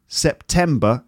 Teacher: Second syllable is stressed. It's three syllables and the second syllable.